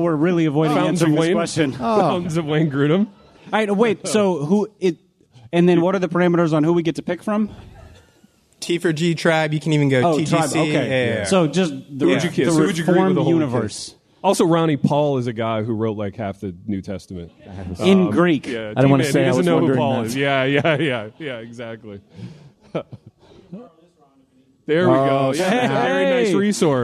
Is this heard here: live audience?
yes